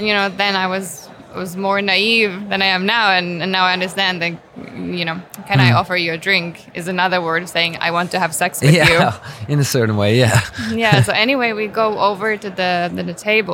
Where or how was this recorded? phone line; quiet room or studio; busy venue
busy venue